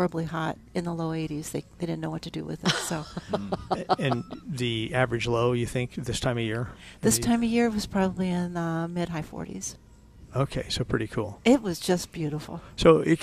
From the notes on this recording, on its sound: Plant Experts Live at Prairie Gardens. Every Saturday morning live from Prairie Gardens.